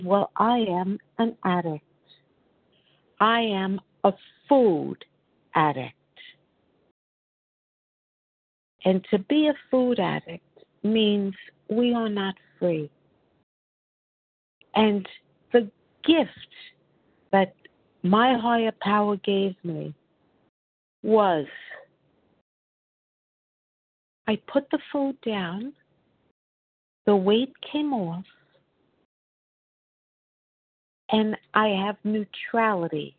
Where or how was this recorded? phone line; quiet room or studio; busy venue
phone line